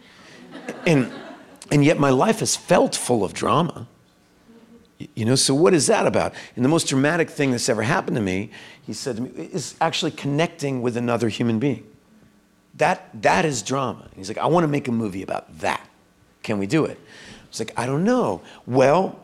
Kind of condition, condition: setting, live audience